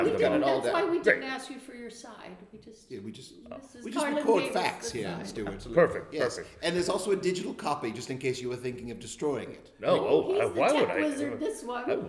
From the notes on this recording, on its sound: From the Steel City Improv Theater in Pittsburgh.